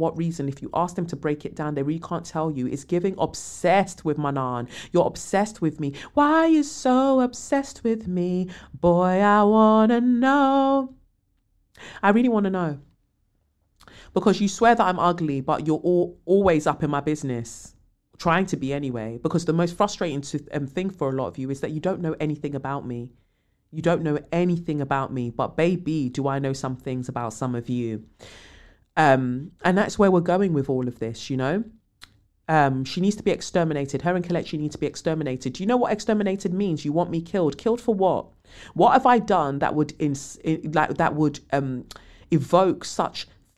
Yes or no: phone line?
no